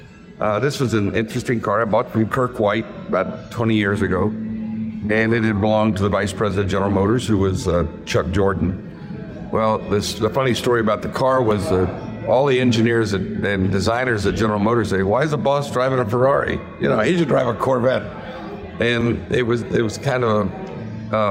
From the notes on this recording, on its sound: Live from the Chattanooga Motorcar festival